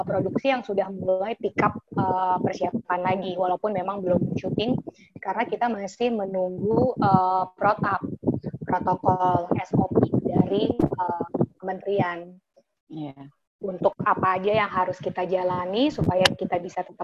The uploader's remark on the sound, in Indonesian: Tadinya saya ragu untuk meluncurkan wawancara ini (karena kualitas rekaman yang pas-pasan).